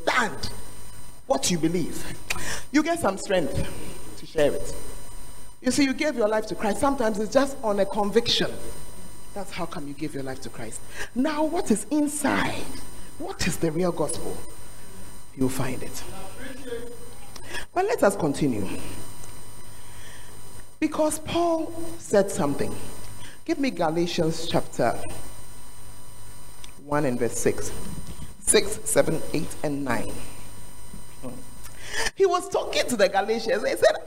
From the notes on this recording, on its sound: Preach at The Art of Evangelism Conference